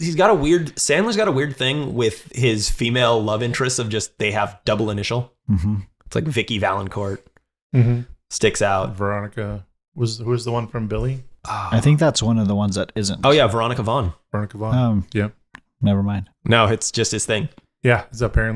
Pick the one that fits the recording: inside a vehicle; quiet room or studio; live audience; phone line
quiet room or studio